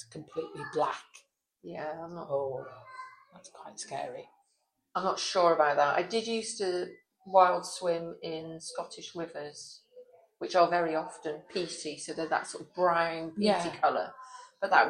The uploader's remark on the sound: We found ourselves back in our usual pub. Apologies for the background noise (although the little girls who came toddling over to us were very cute).